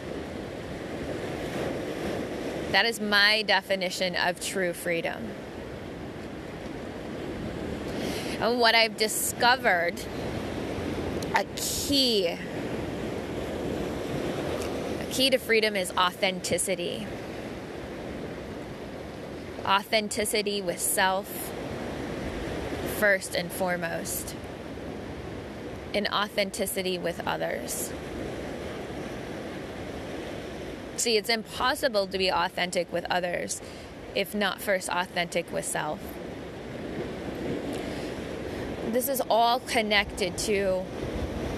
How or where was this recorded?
outdoors